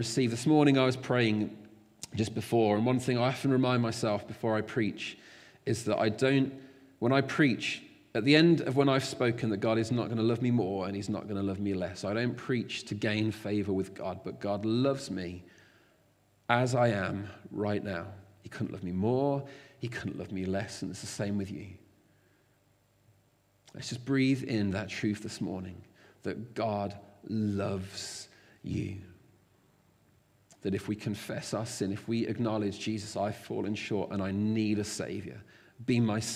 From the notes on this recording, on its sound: Recorded at freedomcentre church, Preston